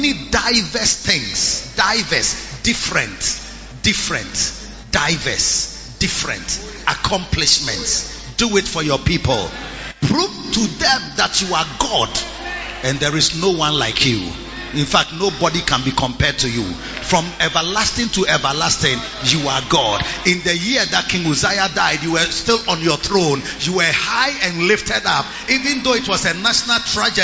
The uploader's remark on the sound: Preached at the Lighthouse Chapel Int.